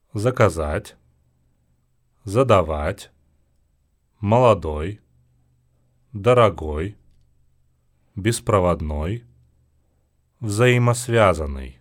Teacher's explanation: Při pozici druhé a další slabiky před přízvukem samohlásky a o ve výslovnosti splynou. Vyslovují se velmi slabě a krátce, bez důrazu.